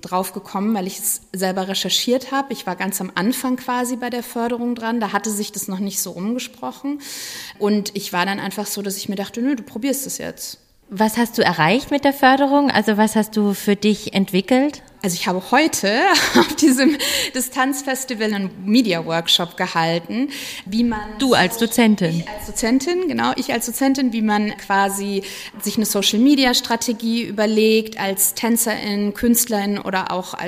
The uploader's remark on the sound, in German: Wir haben sie auf dem DIS-Tanzen Festival in Berlin zum Interview getroffen